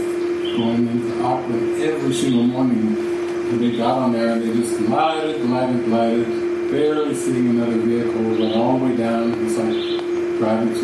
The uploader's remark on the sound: This session was recorded during a weekend retreat at the Sitio Gloria retreat center outside of Sāo Paulo, Brazil, in the afternoon.